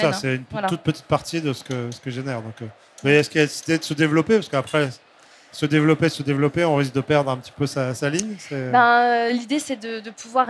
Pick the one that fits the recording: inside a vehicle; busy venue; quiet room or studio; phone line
busy venue